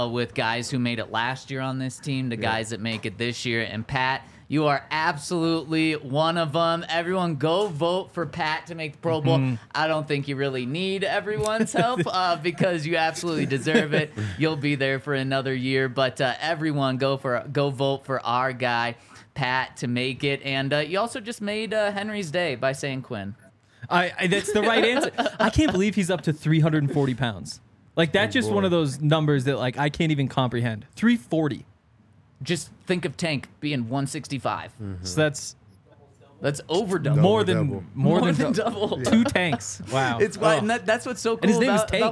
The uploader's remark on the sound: coming to you LIVE from the DNVR Bar